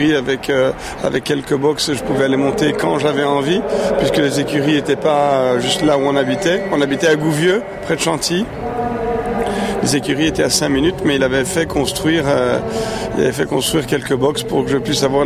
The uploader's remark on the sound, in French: Cet épisode on l’a enregistré il y a un mois lors du CHI de Genève. Nous avons été reçues par la maison Hermes Sellier nous avons installé nos micros dans leur loge absolument sublime.